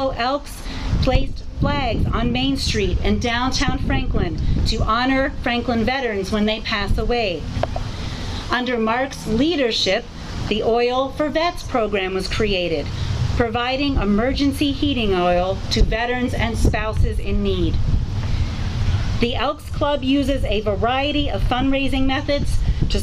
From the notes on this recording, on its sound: The Town of Franklin Memorial Day ceremony held on the Town Common at the end of the parade. The day was gloriously sunny, with a gentle breeze.